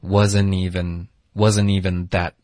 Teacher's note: 有没有听到一个 ni 的音节连读了